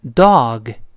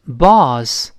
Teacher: 它介乎于 O 和 A 之间的一个 A